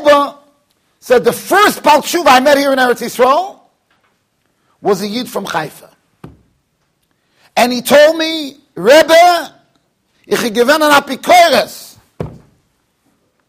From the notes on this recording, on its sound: Shiur recorded in Yeshivas Ohr Reuven, Monsey NY.